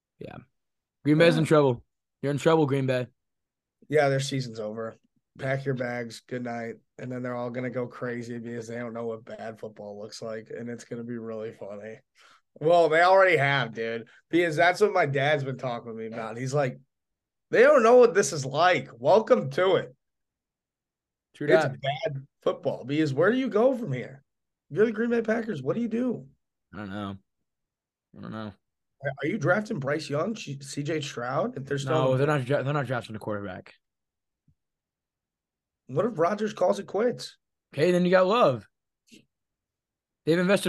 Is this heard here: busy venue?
no